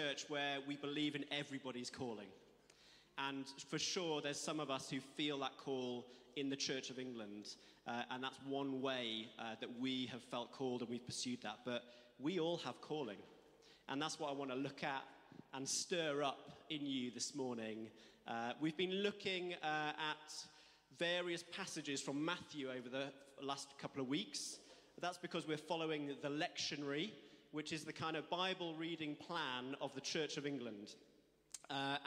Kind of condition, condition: setting, large echoing room